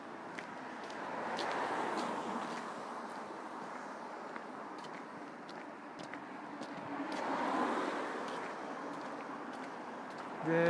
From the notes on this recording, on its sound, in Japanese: 通勤時，バスを降りてから職場まで歩く時間に，iPad miniのボイスメモを回してみる。